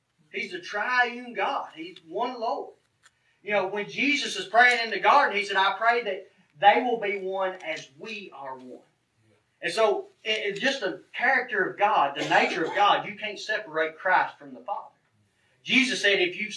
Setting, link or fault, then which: setting, large echoing room